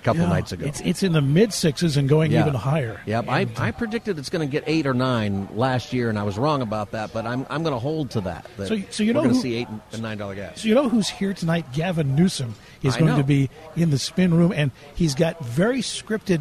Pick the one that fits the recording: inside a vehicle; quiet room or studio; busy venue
busy venue